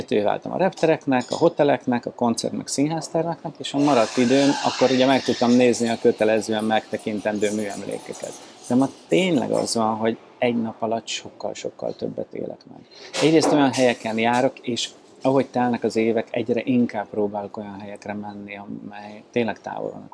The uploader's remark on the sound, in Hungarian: A felvétel helyszínét a MAD DOG CAFE biztosította